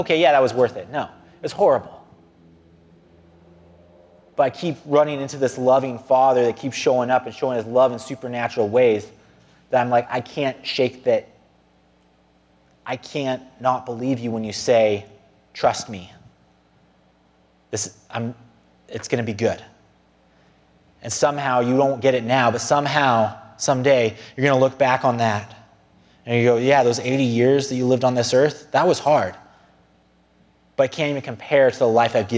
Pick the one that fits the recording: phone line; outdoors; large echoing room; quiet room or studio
large echoing room